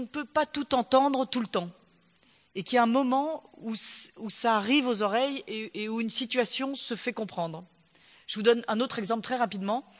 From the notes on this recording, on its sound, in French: au Théâtre de Mâcon